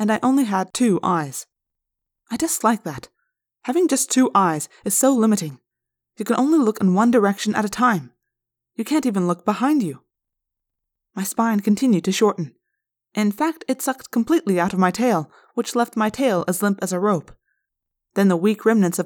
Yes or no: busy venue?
no